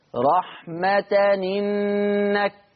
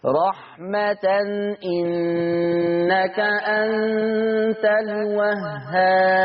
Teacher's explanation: تؤدى الآية الأولى بصاحب الرتبة ورش اللي هو النقل في رحمة إنك، ثم بالتحقيق لحفص عن عاصم في رحمة إنك.